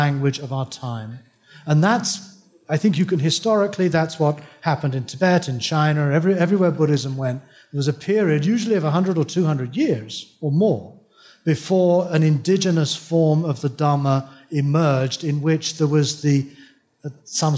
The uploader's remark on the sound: Taken from the Buddhist Geeks Conference in 2012. Keynote address.